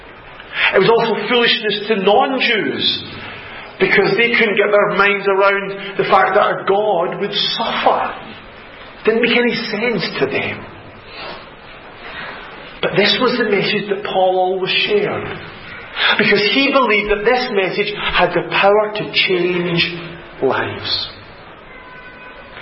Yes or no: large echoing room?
yes